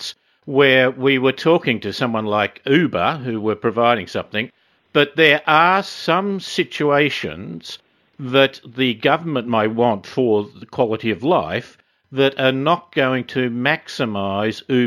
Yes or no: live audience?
no